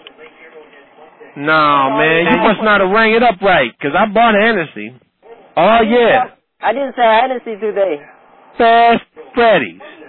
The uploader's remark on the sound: RBCP's Personal Prank Phone Calls Collection